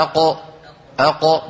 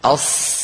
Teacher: ففي هذه الحروف الأربعة نجد بأن الصوت محصور بين اللسان وبين قبة الحنك · Shown in: second take · هذا الانحصار يزيد هذه الأربعة قوة على قوتها، هي قوية لأنها مستعلية، فلما انحصر الصوت بها زادها قوة.